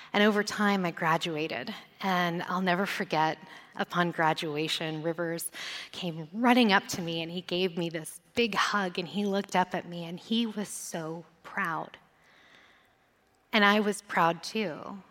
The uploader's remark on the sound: The fourth episode of Untold Stories was recorded live on stage at the Florida Theater in downtown Jacksonville.